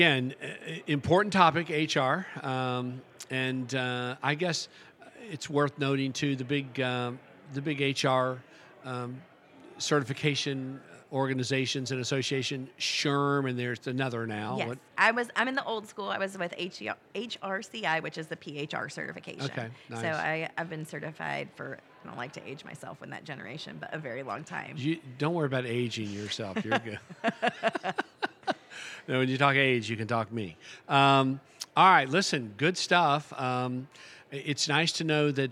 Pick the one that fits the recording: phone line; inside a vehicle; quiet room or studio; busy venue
busy venue